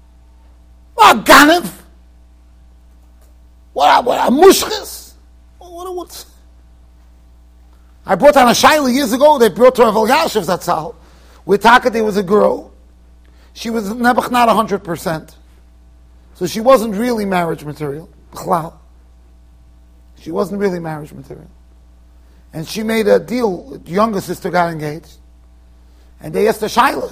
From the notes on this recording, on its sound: Shiur recorded in Yeshivas Ohr Reuven, Monsey NY